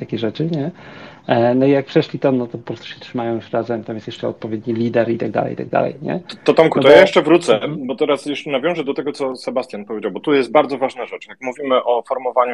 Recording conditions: video call